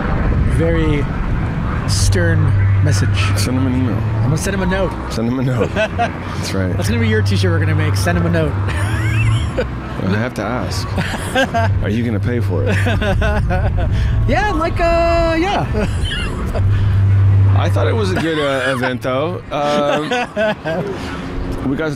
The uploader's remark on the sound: Live at Hippie Hill SF